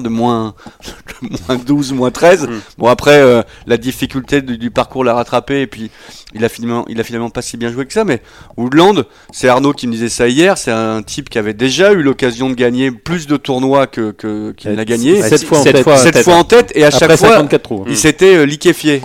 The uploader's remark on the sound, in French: Est avec nous par téléphone pour débriefer ce premier titre.